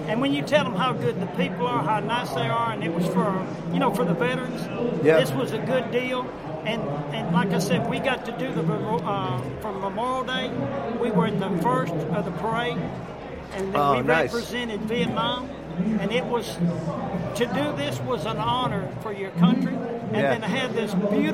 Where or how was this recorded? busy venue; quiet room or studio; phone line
busy venue